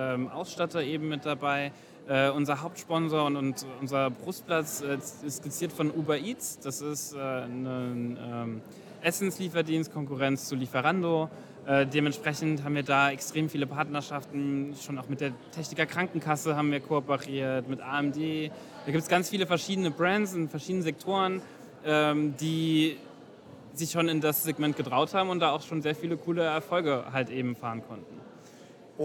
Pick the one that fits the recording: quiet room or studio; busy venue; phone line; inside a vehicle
busy venue